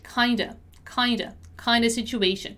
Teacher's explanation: when I pronounce kind of in a fast speech, I'm gonna say kinda